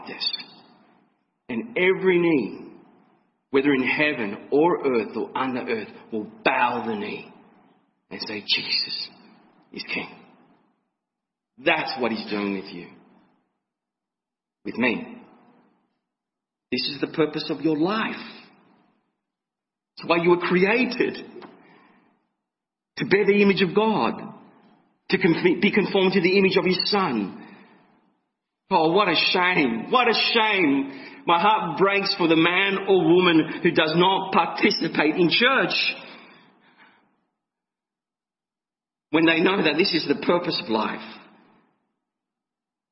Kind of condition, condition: setting, large echoing room